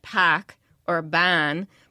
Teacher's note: only if you're R-less, you get pack or ban. But if you put the R back in, you get barn or park.